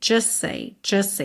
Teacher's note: Você junta os dois S's, o S do just com o S do say e come a letra T.